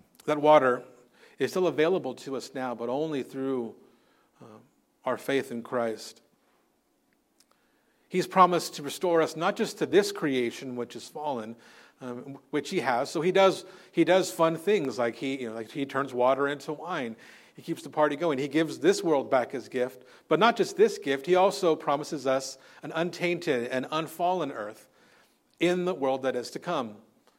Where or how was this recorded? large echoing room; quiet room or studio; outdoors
large echoing room